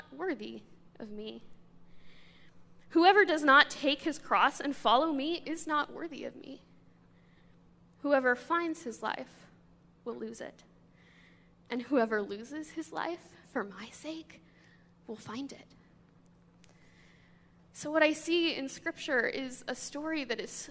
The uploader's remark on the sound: This sermon comes from a guest speaker to our church.